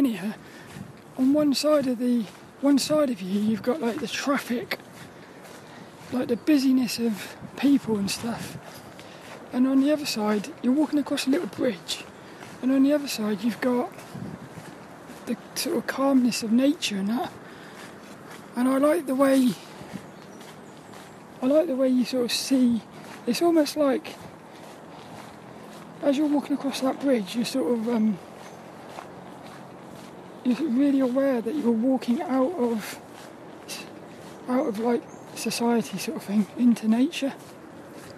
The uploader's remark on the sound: This 'About The Tings' brain dump episode was a Walk and Talk around Saltrum Woods in Plymouth.